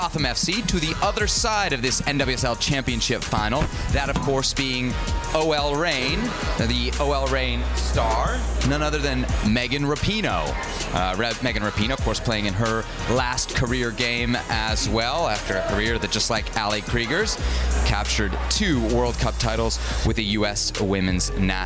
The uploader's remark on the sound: live from San Diego, California on NWSL Media Day